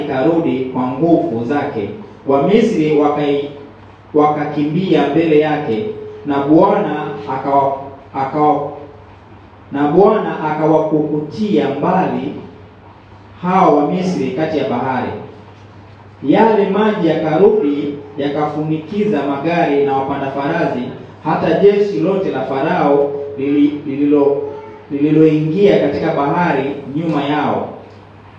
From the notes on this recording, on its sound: preached at a great church in Zanzibar, Tanzania